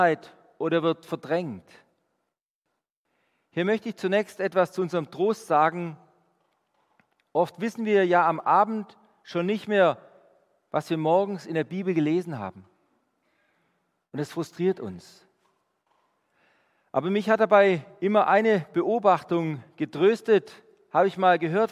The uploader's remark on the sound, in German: Die Predigt aus dem Gottesdienst. Der EvangelischenGesamtkirchengemeinde Marschalkenzimmer-Weiden.